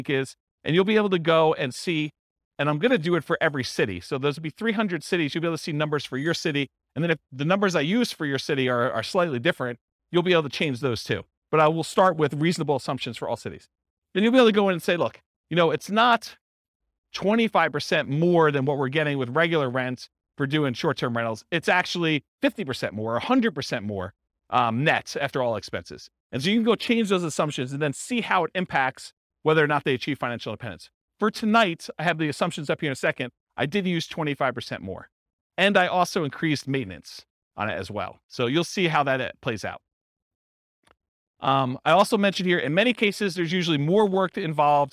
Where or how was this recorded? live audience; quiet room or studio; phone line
live audience